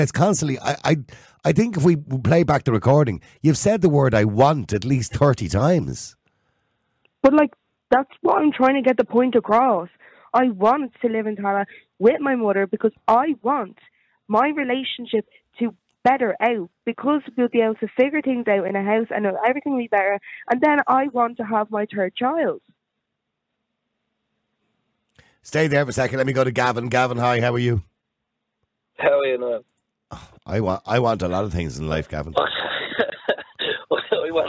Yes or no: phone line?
yes